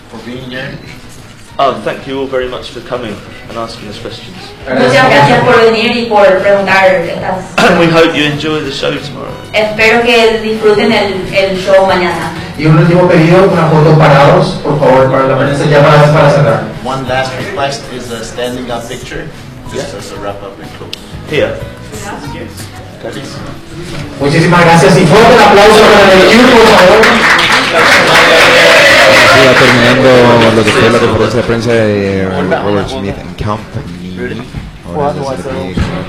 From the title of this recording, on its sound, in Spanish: Conferencia de Prensa en Paraguay